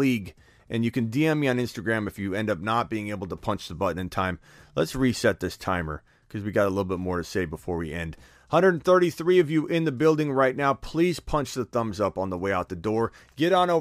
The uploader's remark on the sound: takes phone calls and answers voicemails all show long